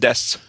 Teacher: You're devoicing the sound at the end of syllables. · Term: devoice their vowels